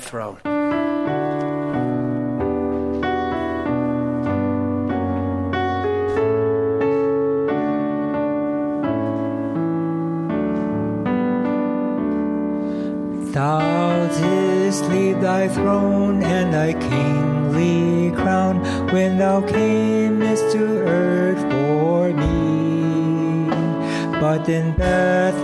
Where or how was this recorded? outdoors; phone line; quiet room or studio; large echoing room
large echoing room